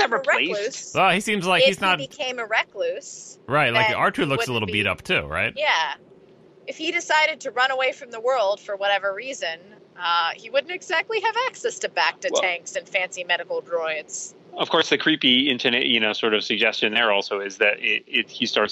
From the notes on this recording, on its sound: phones in from her car